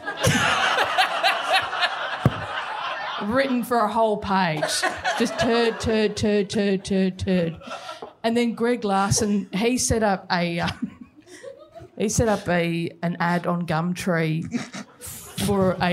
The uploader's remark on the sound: Live in Brisbane. The first half of our sold-out live show in Brisbane.